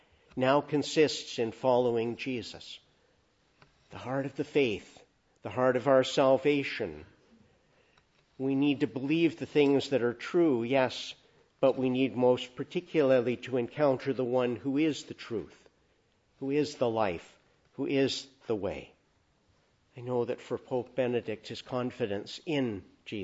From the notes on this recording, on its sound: Preached in the Annunciation of the Blessed Virgin Mary, Ottawa, at a Requiem Mass for Pope (Emeritus) Benedict XVI.